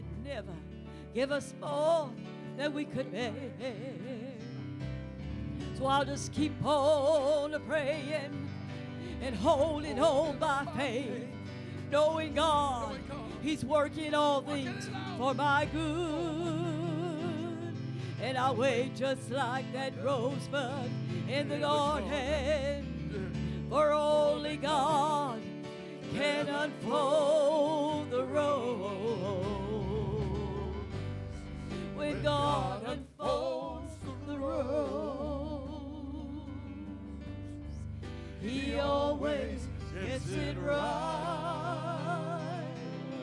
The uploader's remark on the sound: at the First Jesus Name Church of Benndale on the Wednesday night